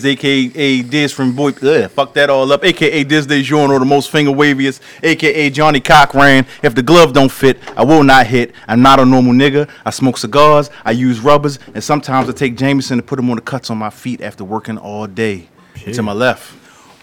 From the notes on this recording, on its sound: on location live from Kevin's Barbershop